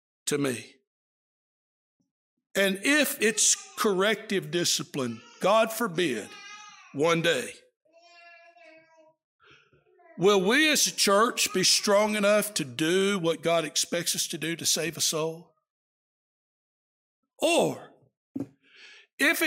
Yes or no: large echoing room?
yes